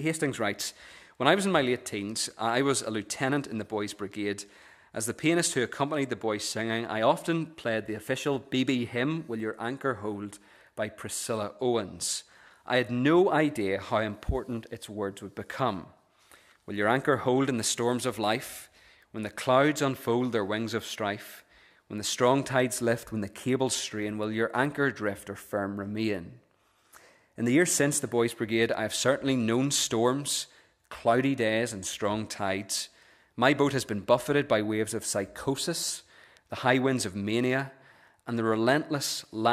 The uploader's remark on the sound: The recording of the Bible reading and sermon from our evening service on Sunday 17th September 2023. This is the recording of the Bible reading and sermon from our evening service.